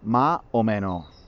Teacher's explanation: En Andalucía, en Granada, no pronunciamos la S al final de las palabras. Lo que hacemos es que para marcar el plural de una palabra pronunciamos la última vocal más abierta.